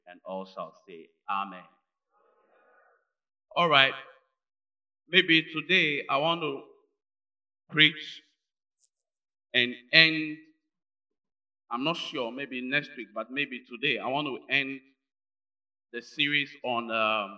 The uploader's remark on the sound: Preached at Inspiration Service at GSC, AKIM ODA, GHANA. Sunday Morning Service.